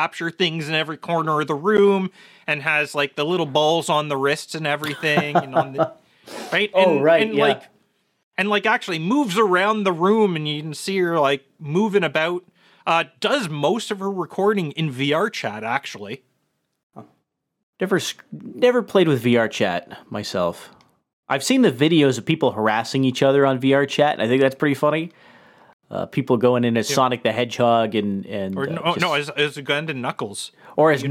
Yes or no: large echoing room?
no